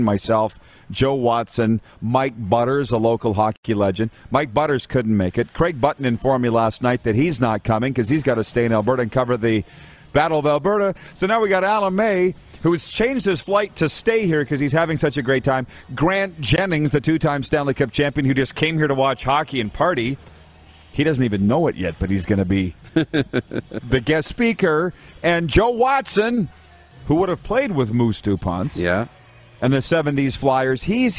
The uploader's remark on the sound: We are LIVE from the city of Estevan, Saskatchewan for the 2022 CJHL Centennial Cup Junior Hockey Championship. Including some LEGENDS joining us on video chat!